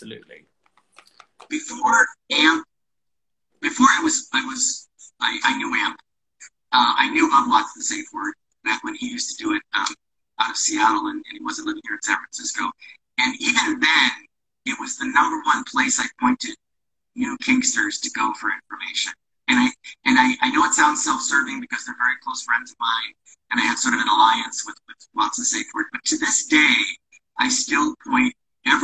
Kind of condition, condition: link, video call